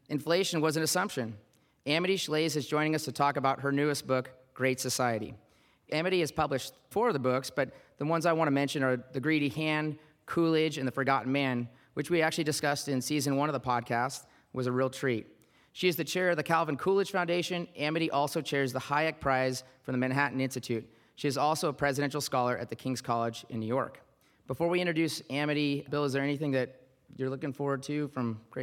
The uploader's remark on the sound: live podcast recording at the 2023 Smead Investor Oasis